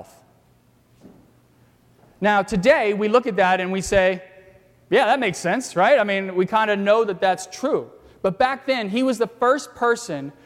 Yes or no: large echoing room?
yes